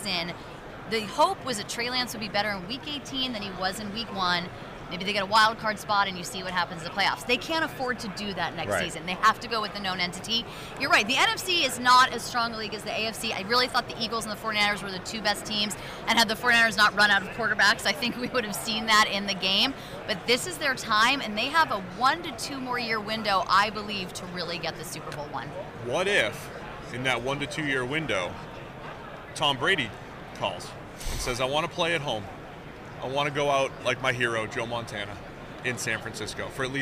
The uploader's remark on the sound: From Radio Row